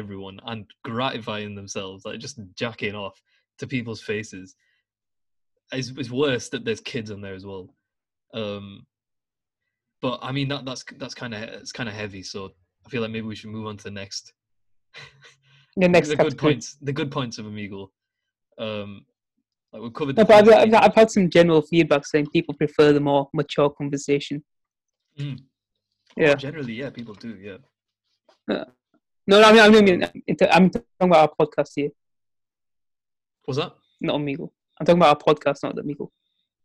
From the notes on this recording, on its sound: Recorded over Zoom. We talk to random strangers live during the podcast.